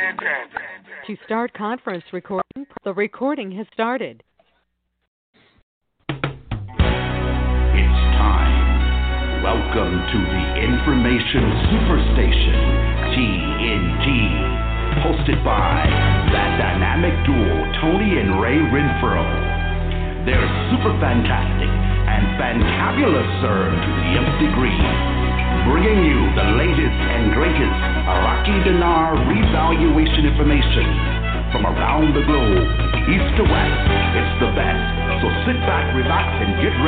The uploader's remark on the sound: TNTSuperfantastic Conference Call